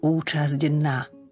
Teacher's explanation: Pozor si dávajme z hľadiska výslovnosti na spojenie účasť na. Tam musíme povedať zď.